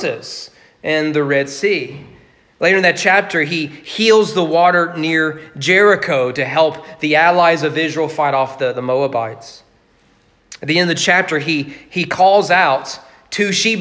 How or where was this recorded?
large echoing room